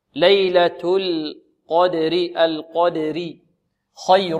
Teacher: ليلة القدر خير من ألف شهر، ليلة هذه مرققة، القدر، اللام مرققة والقاف كما سبق مفخمة، القدر، والراء هنا ترقق، لماذا؟ لأنها مكسورة